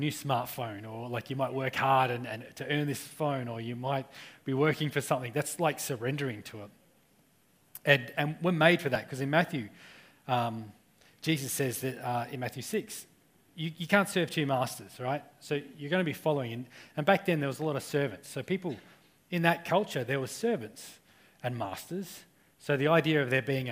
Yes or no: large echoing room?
yes